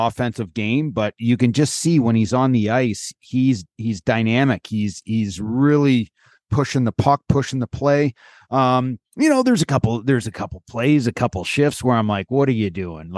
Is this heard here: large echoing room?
no